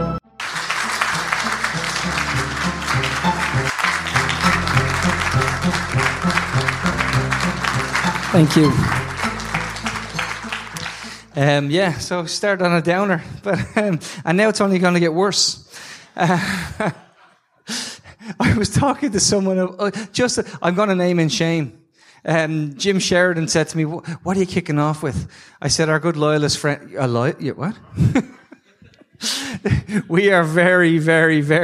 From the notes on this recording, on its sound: Travelled down to Dublin to take part in the tortoise shack live at the sugar club. It was a special night with amazing people, a very lively audience.